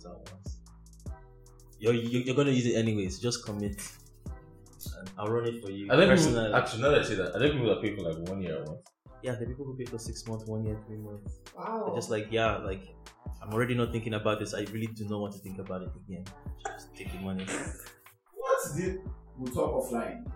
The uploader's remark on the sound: We apologize for this episode's quality. Something broke during recording and we didn't catch it until after.